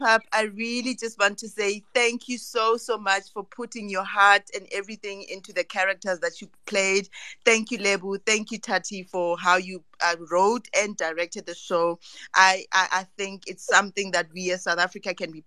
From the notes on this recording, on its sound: This is a recording of a Twitter Space conversation